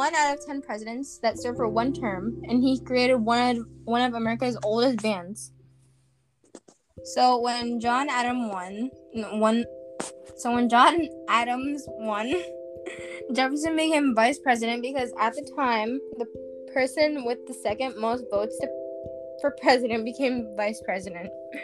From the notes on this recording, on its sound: WARNING HEADPHONE USERS!